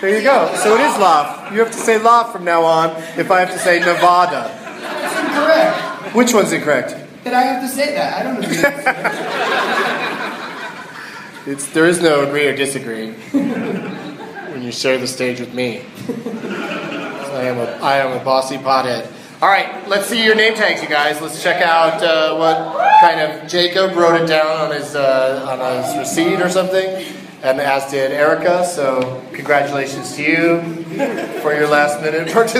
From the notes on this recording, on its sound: Live from Wiseguys Comedy Club in Salt Lake City